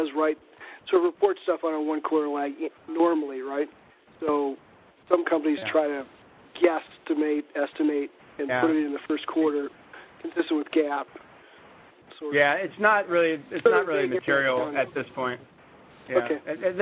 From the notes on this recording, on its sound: ProAssurance Earnings Conference Call